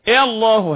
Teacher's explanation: اللام في لفظ الجلاله مفخمه